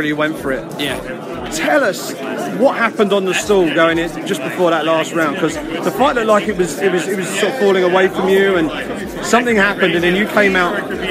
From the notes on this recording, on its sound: Facebook Live broadcast of UFC 199 Ultimate Media Day at The Forum in Inglewood, California